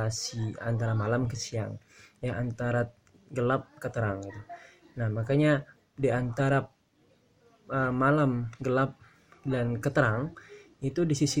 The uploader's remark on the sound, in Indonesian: Podcast ini aku rekam di siang hari. Dan maaf dengan noise yg ikut terekam juga.